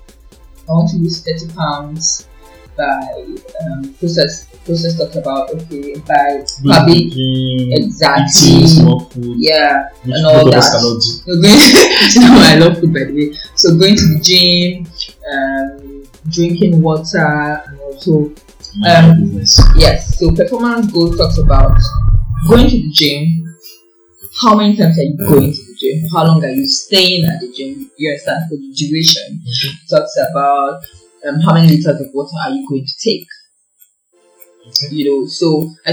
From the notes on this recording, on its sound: there was a bit of issue with the sound